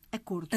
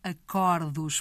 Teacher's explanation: Quando se formou a palavra acordo, o som da vogal O passou a O, pelo facto de a vogal de a vogal passar a pertencer à sílaba tónica. No plural, a vogal mantém-se fechada, fechada média · Shown in: first take